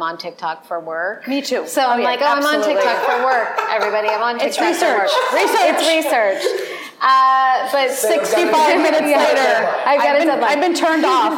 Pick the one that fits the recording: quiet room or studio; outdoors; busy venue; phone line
busy venue